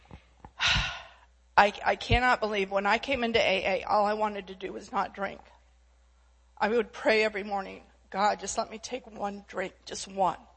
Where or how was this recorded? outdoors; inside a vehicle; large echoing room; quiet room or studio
large echoing room